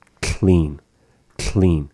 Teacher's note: where we're combining this k and the l, but you want to hold it from the tip of the tongue at the roof of the mouth behind the front teeth and say it clean, clean. So you're not using now the roof of your mouth to make the k sound.